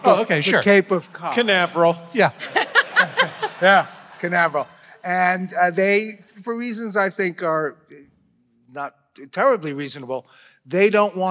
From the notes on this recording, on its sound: This episode was recorded in front of a LIVE audience on the Van Freaks Roadshow! All the way from The Wilbur in Boston.